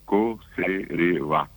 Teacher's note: como el guaraní tiene el acento final, la palabra quedó en co-se-re-va. Es una consonante, una vocal, consonante vocal, y el acento final.